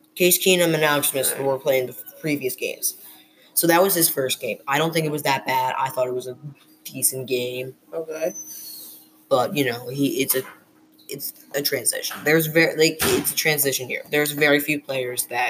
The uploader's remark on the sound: We have a lot to talk about but we still have yet to find a quiet location so please excuse the noise in the background.